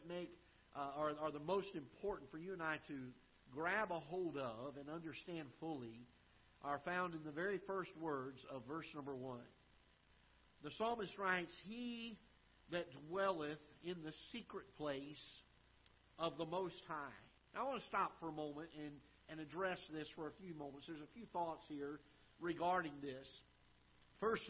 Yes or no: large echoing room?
yes